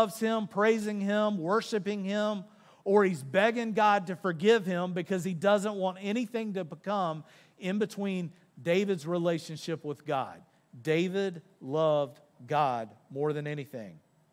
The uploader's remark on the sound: Recorded live on February 4, 2024 at Church On The Rock